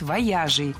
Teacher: Правильный вариант – вояжей. Ударение всегда сохраняем на «я» во втором слоге.